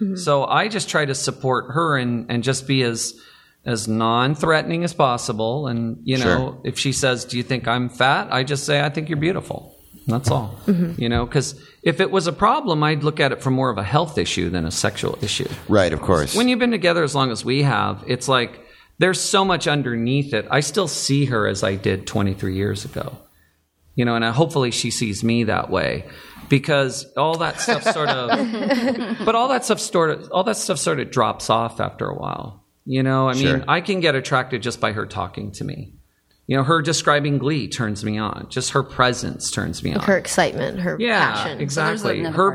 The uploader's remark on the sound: (Recorded Live at NerdMelt in L.A.)